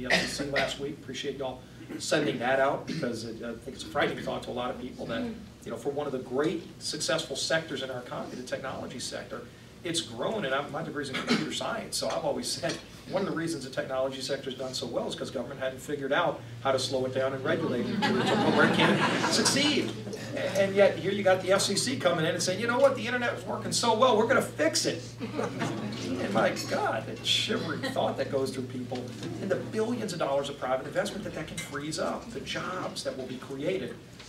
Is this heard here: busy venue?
yes